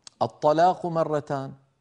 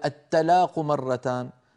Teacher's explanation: إن فخمنا التاء صار الطاء، وإن رققنا الطاء صار التاء